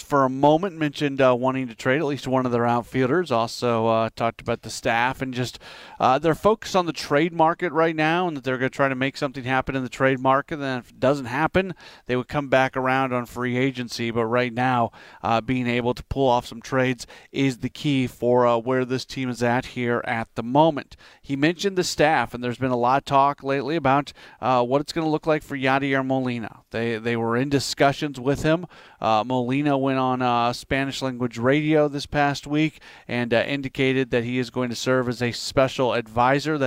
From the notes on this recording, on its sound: broadcasts live from the MLB Winter Meetings in Nashville